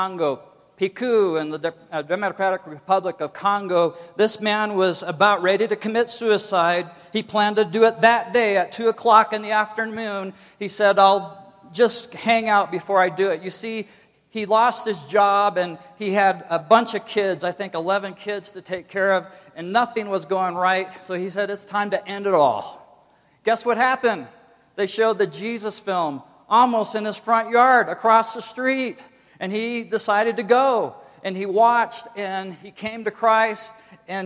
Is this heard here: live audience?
yes